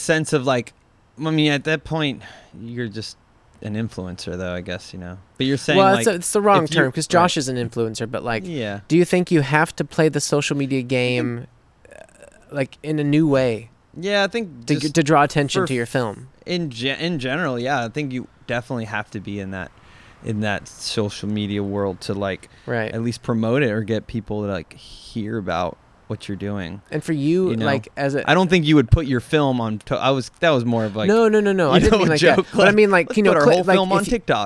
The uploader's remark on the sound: sit outside on a hot New Orleans night and share a drink or 8.